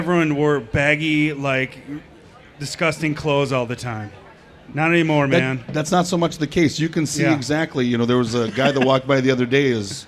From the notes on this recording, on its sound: MN State Fair 2023 Weekend 2. Great episode live from the Minnesota State Fair.